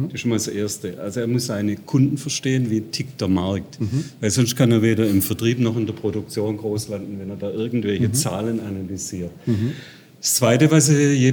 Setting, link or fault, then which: setting, busy venue